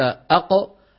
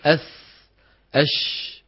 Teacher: يعني الزمن الذي أصرفه لأقول أق أقصر من أس أش · Term: أزمنة الحروف السواكن